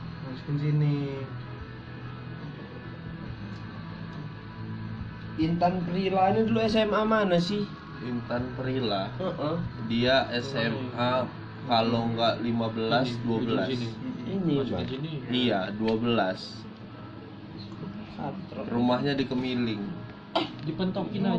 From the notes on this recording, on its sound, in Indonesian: Ya kualitas audio aneh